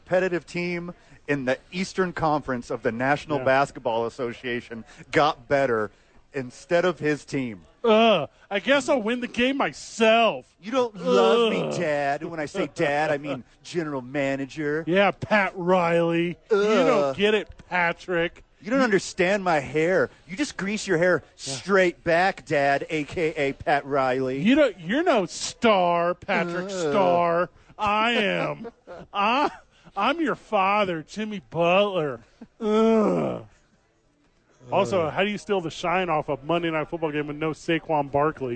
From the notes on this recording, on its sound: Live at Howies!